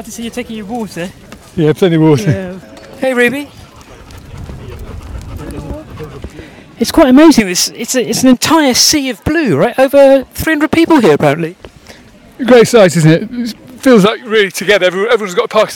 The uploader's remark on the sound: join 300 people Walking For Parkinson’s at London's Battersea Park